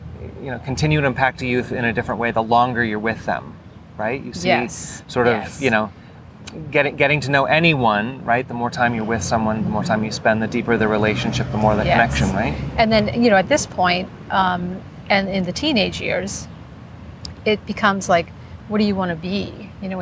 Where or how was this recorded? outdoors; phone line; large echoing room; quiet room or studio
outdoors